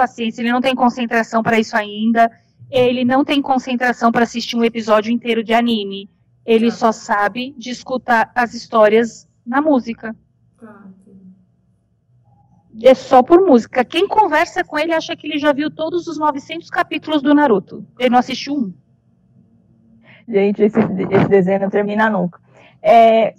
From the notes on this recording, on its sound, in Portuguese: DESCULPEM PELA QUALIDADE DO AUDIO.